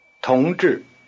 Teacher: The tone pattern is rising-falling.